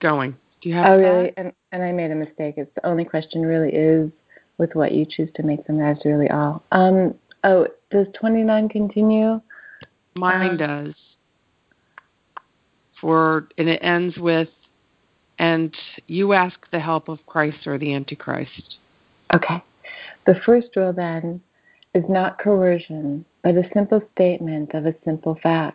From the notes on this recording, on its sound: ACIM Daily TEXT Conference Call